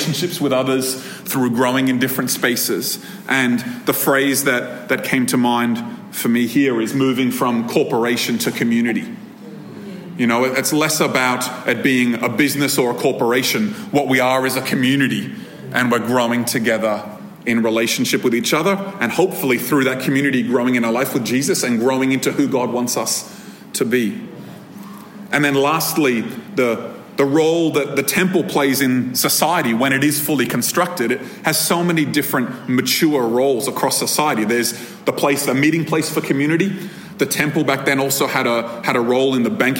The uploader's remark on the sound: This episode was recorded at a Thrive Community gathering on 20 August 2023.